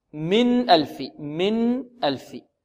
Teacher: نون خارجة من مخرجها من طرف اللسان · Term: الإظهار